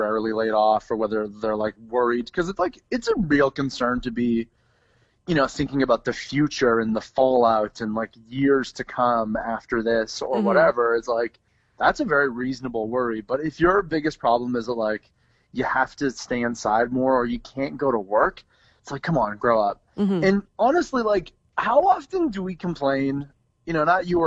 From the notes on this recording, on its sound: We catch up via phone.